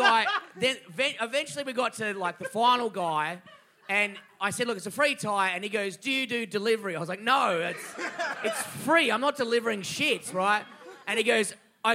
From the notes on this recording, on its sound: At the Sydney Comedy Festival. An utterly wild live show. Thanks to everyone who came out to the show, and to the Sydney Comedy Store for putting on this filth.